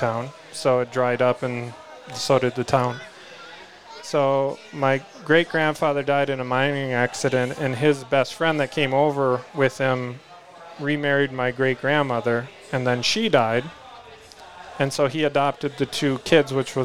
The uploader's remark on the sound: Bound cabin in the Northwoods doing a live podcast. They are doing a Q&A with the live audience.